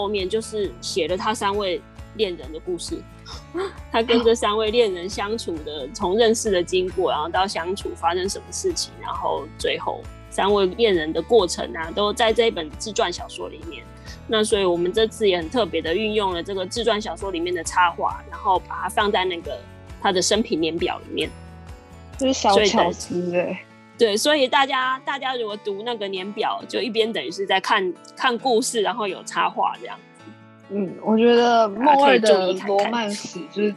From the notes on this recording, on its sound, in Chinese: 本集採線上錄製